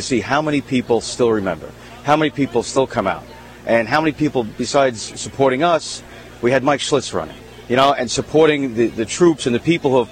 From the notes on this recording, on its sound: live form The Tunnel to Tower 5k Walk Run at Orleans Square in Savannah Georgia